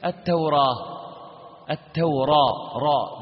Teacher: أما الإمالة الصغرى فوقع ذلك في لفظ التوراة حيث ما جاء لفظ التوراة، قرأه الإمام قالون بوجهين، بالفتح التوراة، التوراة را مع تفخيم الراء، وإذا فخمت الراء تبعها الألف من حيث التفخيم فيكون مفخما، الراء مفخمة وكذلك الألف.